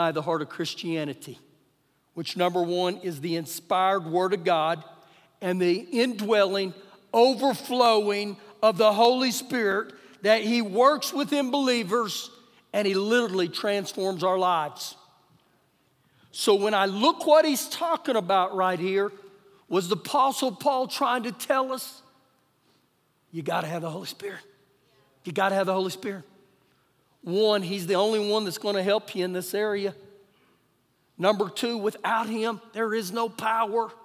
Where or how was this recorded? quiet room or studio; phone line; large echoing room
large echoing room